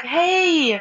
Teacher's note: you kind of close your mouth and your tongue is actually getting higher to the roof of your mouth